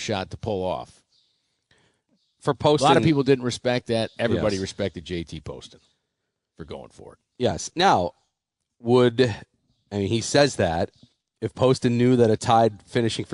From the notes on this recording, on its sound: live From Pendleton Creek GC